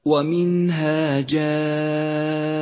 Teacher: المد المتصل في كلمة جائر يمد خمس حركات وجوبا